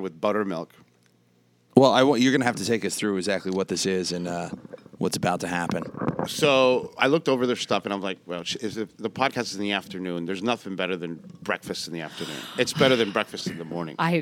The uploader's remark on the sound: This episode is audio only (before we started doing video). At La Cubana NYC in the Meatpacking District.